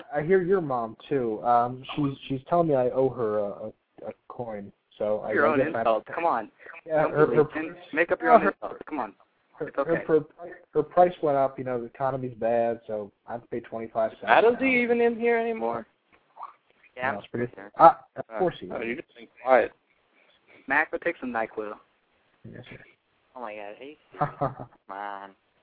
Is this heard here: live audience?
no